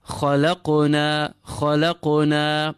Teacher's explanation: qaf with qalqala, nice and full